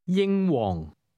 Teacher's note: Did you hear the high and low level tones in that name?